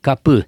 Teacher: Ez egy felső nyelvállású, tehát zárt magánhangzó, hátul vagy középen képzett, nem ajakerekítés nélküli hang.